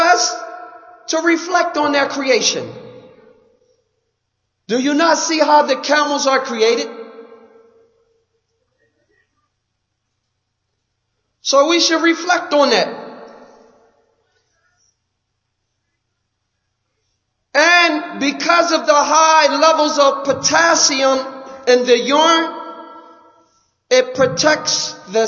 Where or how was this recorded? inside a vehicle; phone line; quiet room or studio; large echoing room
large echoing room